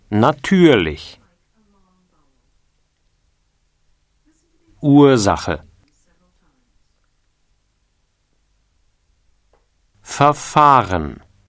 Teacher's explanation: Ha az R magánhangzó után vagy T előtt áll, ilyenkor az R nem is nagyon hallatszik. Vagy úgy hangzik, mint egy kettős hangzó.